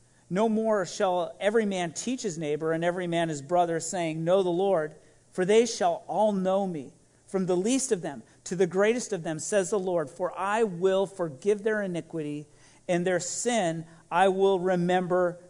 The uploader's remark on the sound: This message was recorded at a Sunday service on November 28, 2021